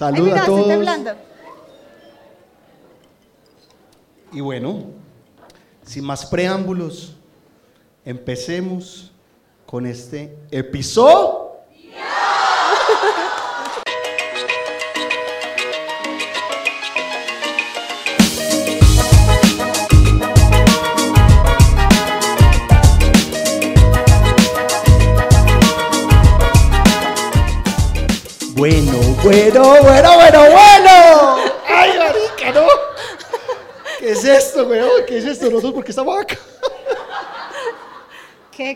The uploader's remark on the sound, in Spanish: Primer Show en Vivo!!!!! Nuestro primer episodio en Vivo!!!!